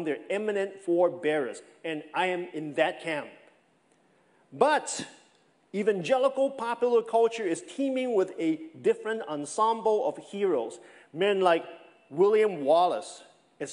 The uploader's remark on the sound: This sermon was preached over the summer of 2021 at Oak Hills Church in Folsom, California.